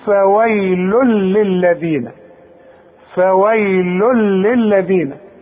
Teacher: ادغام كامل بدون غنة. اذا هنا مش هغن